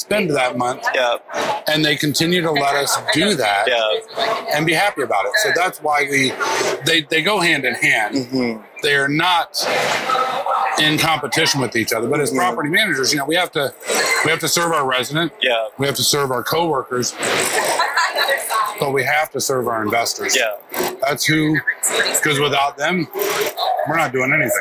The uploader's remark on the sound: LIVE AT NAA